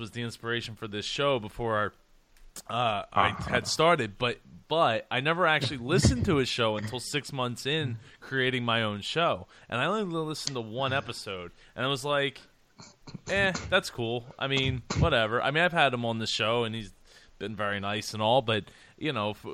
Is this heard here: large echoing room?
no